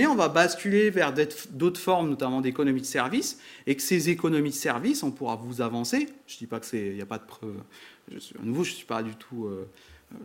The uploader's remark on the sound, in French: Conférence donnée à Grenoble le 13/05/2022